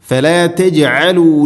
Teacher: ഫലാ തജ്അലു ഫലാ തജ്, ജീമിനെ കേൾക്കണം, കലക്കല ചെയ്യണം